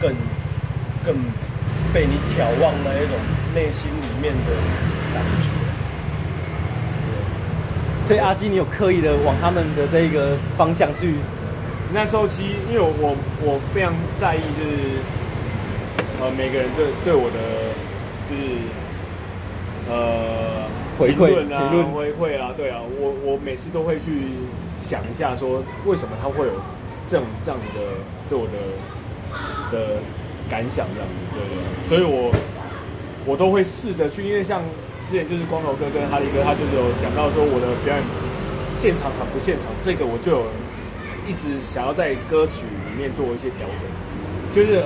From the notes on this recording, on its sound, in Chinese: 錄音地點：台南 牽咖啡 Chen Coffee